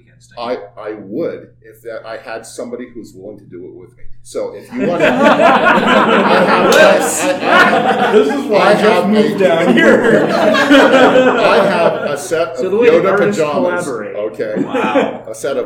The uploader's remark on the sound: TusCon 50 Panel. Recorded live 11/11/2023 Saturday – Ballroom 1:00 pm 2:00 pm. What happens when you lock a bunch of creatives in a hotel for 3 days?